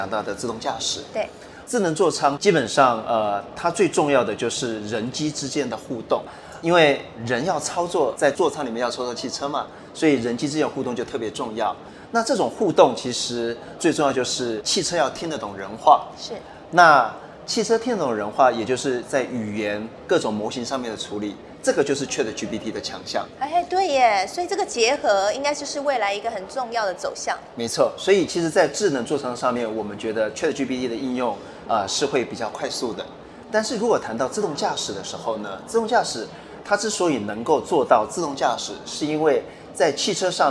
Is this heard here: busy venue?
yes